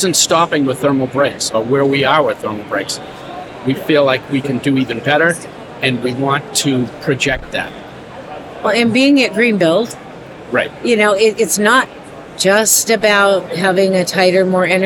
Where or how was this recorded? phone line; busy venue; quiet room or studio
busy venue